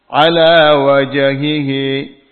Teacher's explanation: Huruf jim sukun adalah qalqalah. Dipantulkan.